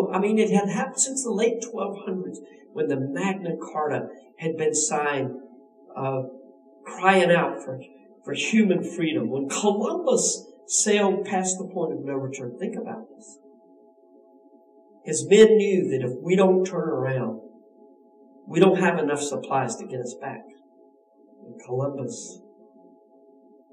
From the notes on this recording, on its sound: We apologize for the sound quality due to technical difficulties.